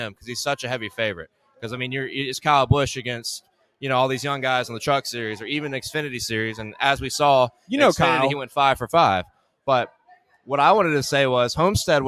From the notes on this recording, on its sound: LIVE from Hooters in Pensacola Beach, FL